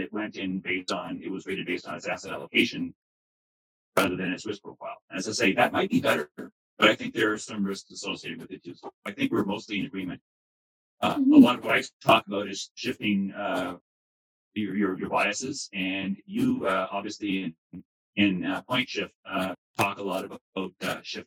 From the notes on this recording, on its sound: Our sincerest apologies for the audio quality of this episode. Despite our best efforts, technical challenges beyond our control resulted in less-than-ideal sound.